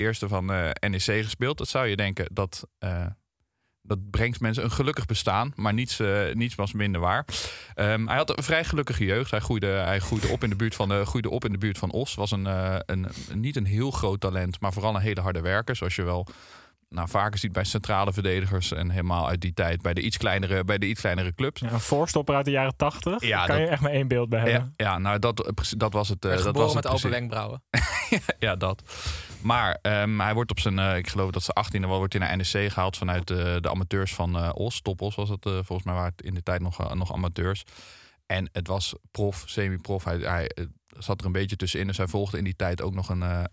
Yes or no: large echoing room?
no